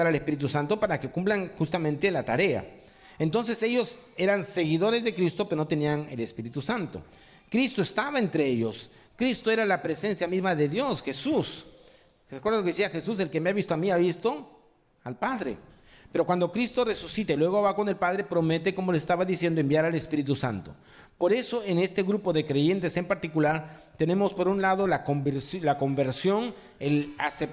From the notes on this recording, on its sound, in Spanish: presentado en vivo el domingo 23 de abril de 2023